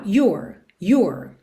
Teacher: Mas se a gente levar em consideração essa ideia do inglês americano, your, aqui eu tenho your, your, porque eu foco no you, que é o pronome, você, you, só que eu ponho o R enrolado no final